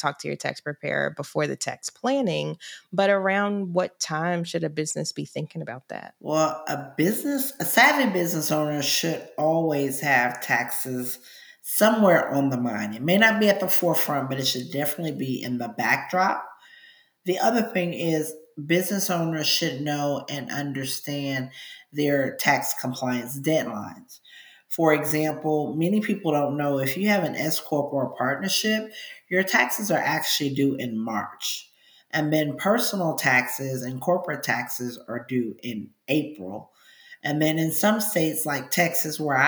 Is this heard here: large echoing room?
no